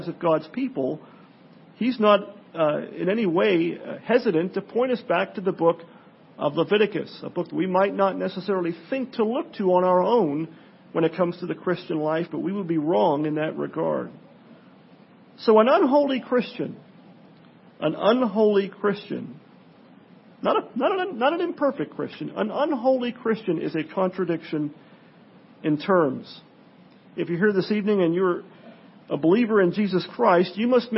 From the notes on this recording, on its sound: Sermon preached on Sunday night. At Pilgrim Presbyterian Church, in El Cajon, CA.